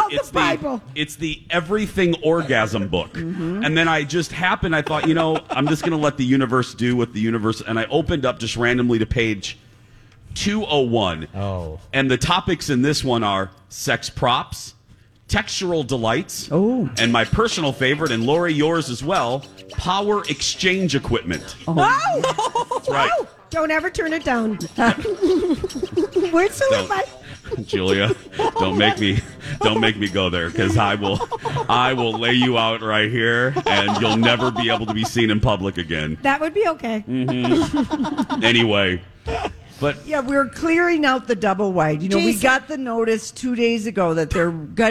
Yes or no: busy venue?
yes